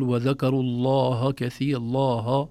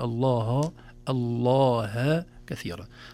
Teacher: نخلص الهاء من لفظ الجلالة من تفخيم وتغليظ اللام قبلها · Shown in: second take · نقول الله الله كثيرا.